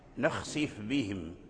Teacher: والفاء والباء من الحروف المتقاربة في المخرج، فالإدغام هنا جائز، ولكن ورش وقالون قرأ بإظهار الفاء عند الباء